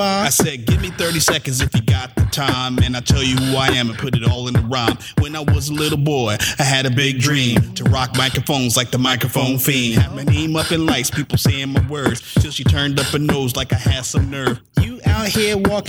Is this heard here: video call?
no